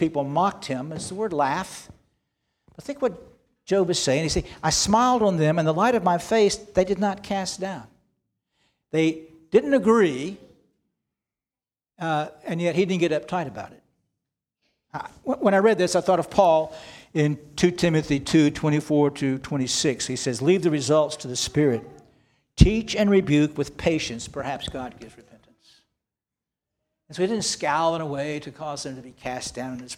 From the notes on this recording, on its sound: This sermon was preached on September 10, 2023 at Antioch Presbyterian Church, a mission work of Calvary Presbytery of the Presbyterian Church in America located in Woodruff, South Carolina.